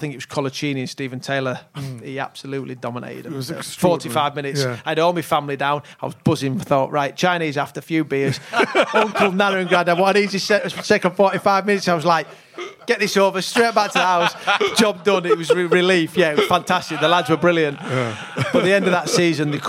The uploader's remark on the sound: The very special live show recorded at the Albany, Great Portland Street.